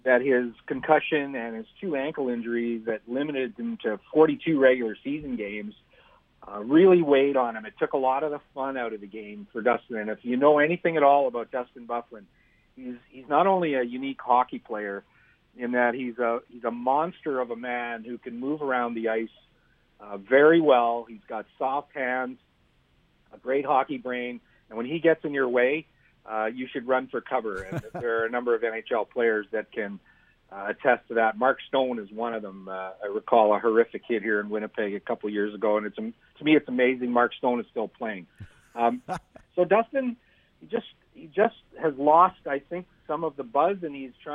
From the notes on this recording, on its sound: hops on the phone